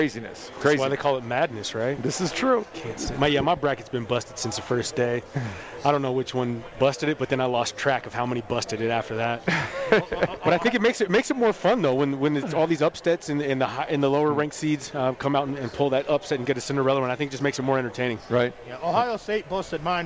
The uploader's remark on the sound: Live from The Cosmopolitan of Las Vegas Sportsbook, feel the sounds and atmosphere of March Madness in action.